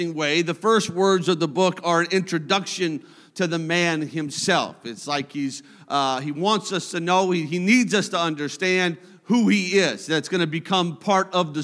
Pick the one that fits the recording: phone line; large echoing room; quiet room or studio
large echoing room